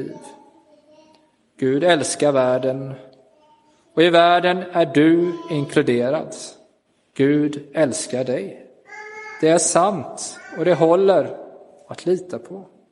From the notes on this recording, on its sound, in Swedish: Inspelad i Roseniuskyrkan den 16 april 2023.